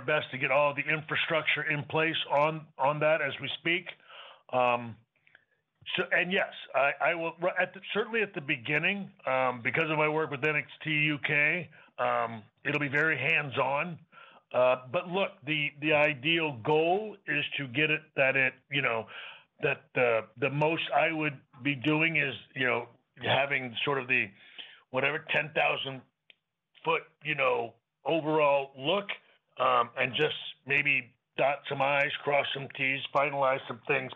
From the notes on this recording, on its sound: NXT Deadline Pre-Show Media Conference Call. Speaks to media ahead of the NXT Deadline show.